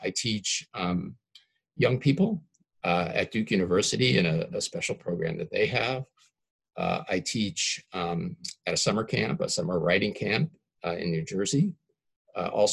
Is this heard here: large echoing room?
no